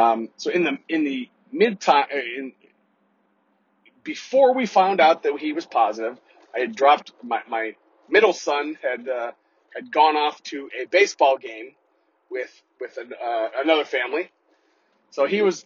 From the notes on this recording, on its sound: In this solo episode. Apologies for the bad audio... I didn't have Pip perform his audio wizardry.